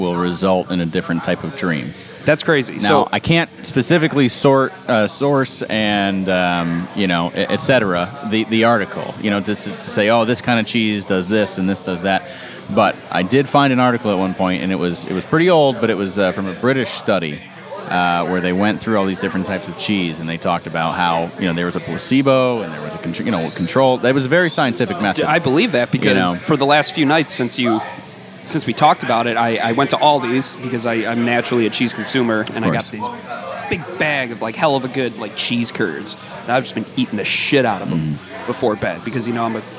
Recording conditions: busy venue